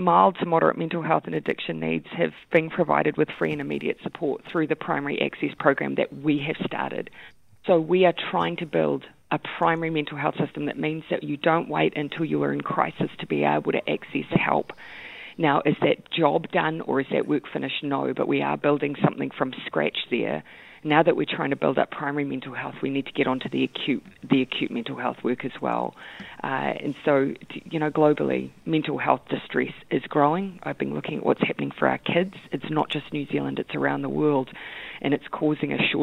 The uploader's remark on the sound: We are joined on the phone by the Prime Minister